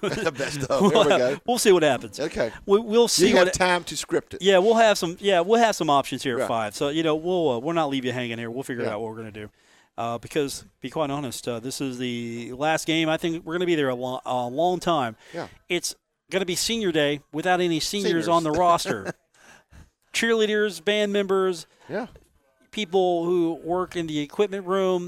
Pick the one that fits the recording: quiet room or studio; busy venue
busy venue